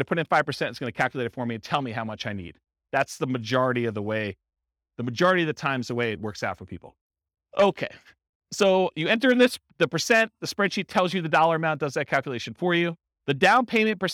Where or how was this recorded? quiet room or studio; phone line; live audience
live audience